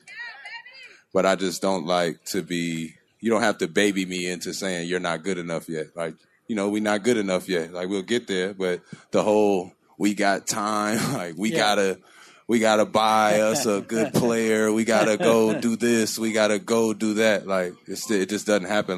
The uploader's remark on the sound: Live At Sports Fest